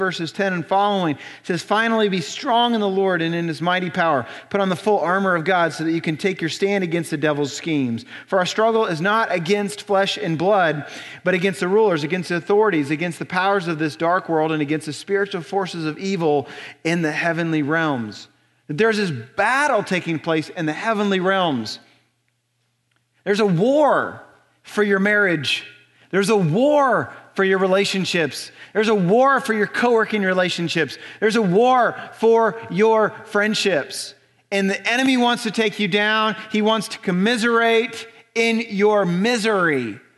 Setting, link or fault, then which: setting, large echoing room